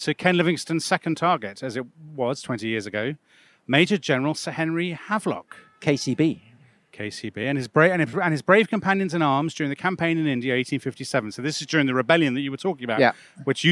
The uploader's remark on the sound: Take a walking tour of central London to examine the statues of Trafalgar Square and explore the stories behind them.